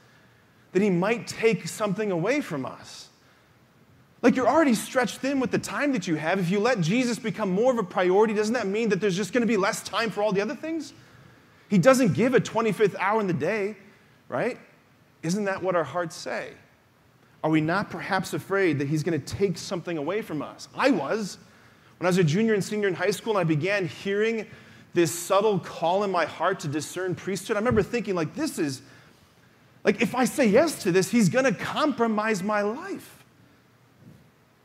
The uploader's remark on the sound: preached this homily on October 29, 2023 at the Confirmation Retreat Mass at Damascus